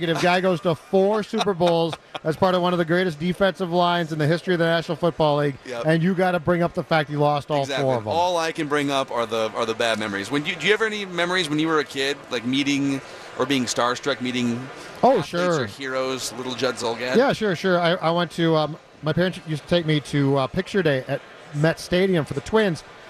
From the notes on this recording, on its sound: live from Radio Row all week